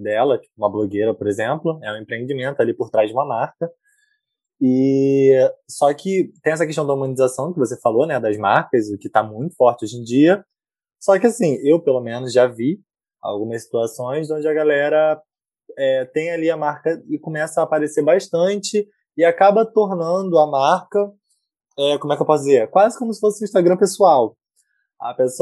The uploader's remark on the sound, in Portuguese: Episódio gravado durante a pandemia do COVID-19, com gravação remota.